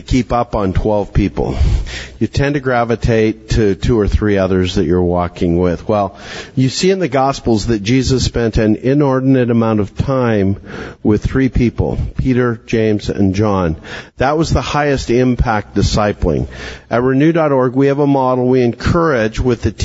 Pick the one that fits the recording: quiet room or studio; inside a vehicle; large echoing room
large echoing room